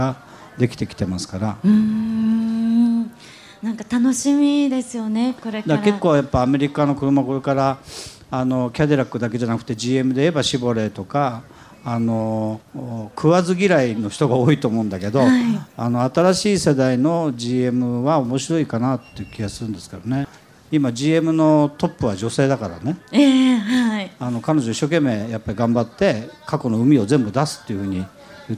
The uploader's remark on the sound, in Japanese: 今週は「ル・ボランカーズミート2014」で行われた公開録音の模様をお届けします！